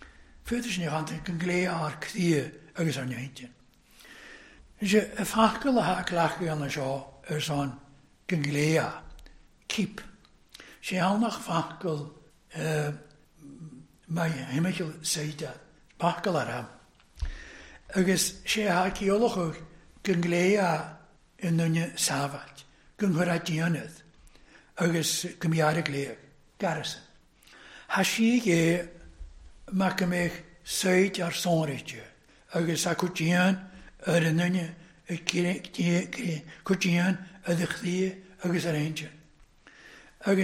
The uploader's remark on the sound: recorded at North Harris Free Church on the evening of Sunday, 29th January 2023